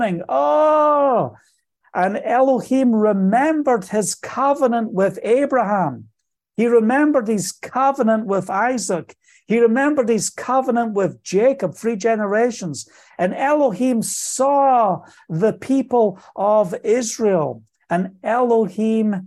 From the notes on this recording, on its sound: Today's weekly zoom call. From Israel.